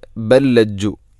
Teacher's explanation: ഇവിടെ ബല്ലജ്ജു, ബൽ ലജ്ജു എന്നല്ല ബൽ ലജ്ജു. ഒന്നാമത്തെ ലാമിന് രണ്ടാമത്തെ ലാമിലേക്ക് ഇദ്ഗാം ചെയ്യുന്നു, കൂട്ടി ലയിപ്പിച്ച് ഒതുന്നു.